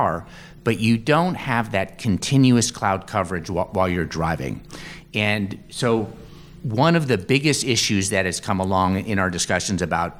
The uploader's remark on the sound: Recorded live at the COVESA Connected Car meeting in Detroit.